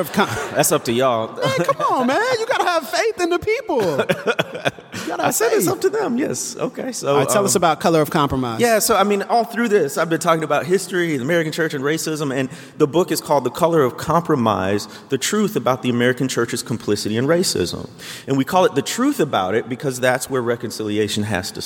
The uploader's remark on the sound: Live From New York and answering questions for the audience!